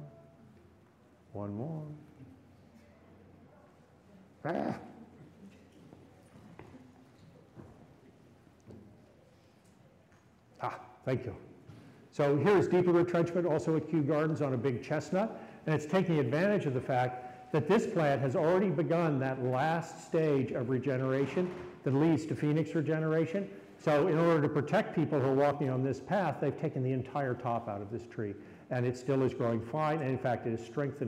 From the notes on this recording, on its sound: Recorded live at Brooklyn Botanic Garden during Plant-O-Rama.